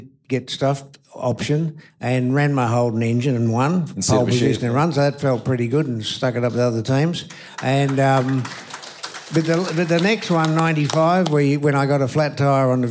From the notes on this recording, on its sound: LIVE at the F1. Speaking at the 2023 VACC Presidents Grand Prix Supper.